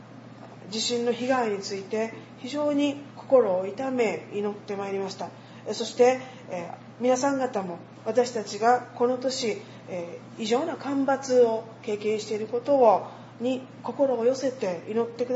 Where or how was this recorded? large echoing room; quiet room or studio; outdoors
large echoing room